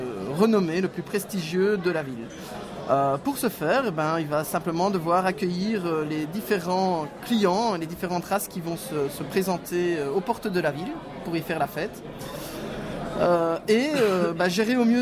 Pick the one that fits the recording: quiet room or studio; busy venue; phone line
busy venue